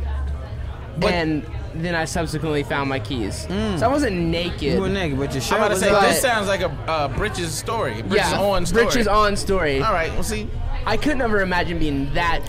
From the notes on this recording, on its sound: This Special Edition was live from the Gwinnett Braves Ballpark